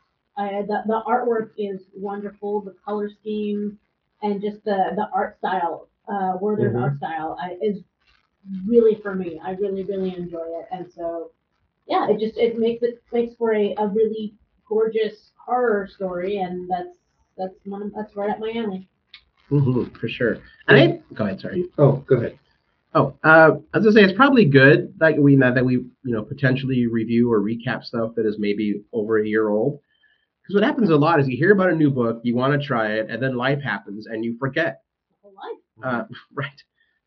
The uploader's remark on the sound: PS - Sorry about the audio.